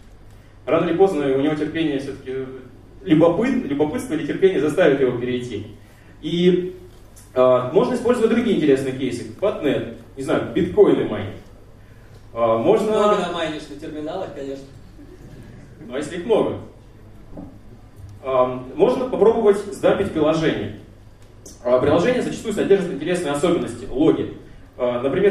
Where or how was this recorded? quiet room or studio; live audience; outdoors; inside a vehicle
live audience